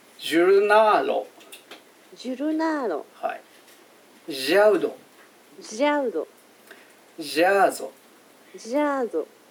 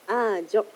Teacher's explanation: 説明では静かにしてシーという時のシーを濁らせる感じでしたと書いてあります